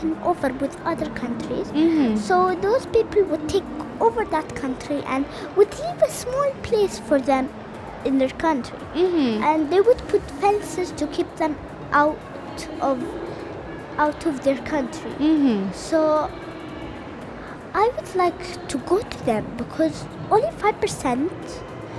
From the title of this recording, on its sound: Live from SIBF 2022